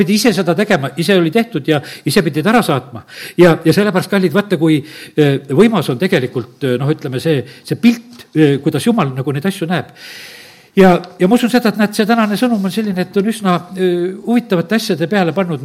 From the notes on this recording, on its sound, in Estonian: Audio salvestus koosolekult